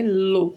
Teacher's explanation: A pronúncia é lo, como se tivesse um acento circunflexo na letra O